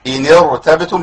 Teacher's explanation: أي راء ساكنة في أول الكلمة قبلها همزة وصل تفخم قولا واحدا عند كل القراء